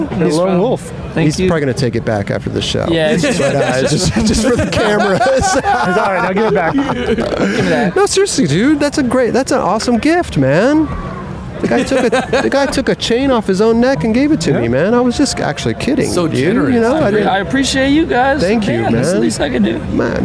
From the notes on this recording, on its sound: "Dew Tour" Long Beach. Join us as we were live on location at Dew Tour.